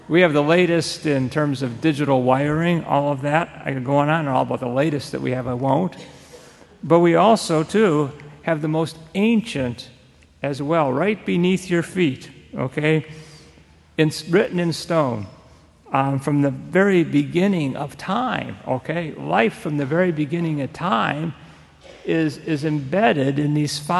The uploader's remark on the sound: Church Dedication Mass.